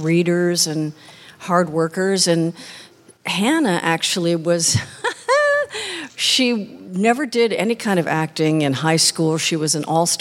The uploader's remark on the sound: Recorded in front of a LIVE audience at PensaCon 2023.